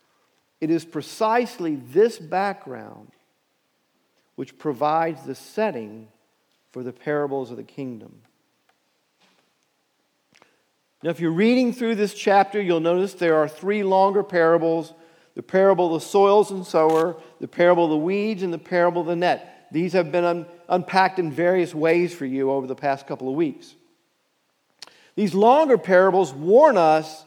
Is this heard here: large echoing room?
yes